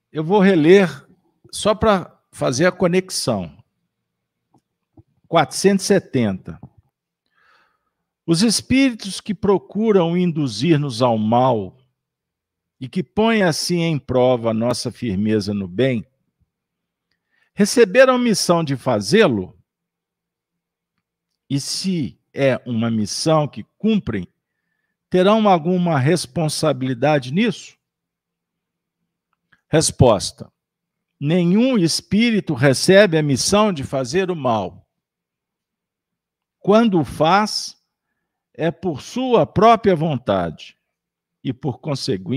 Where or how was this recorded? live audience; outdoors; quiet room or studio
live audience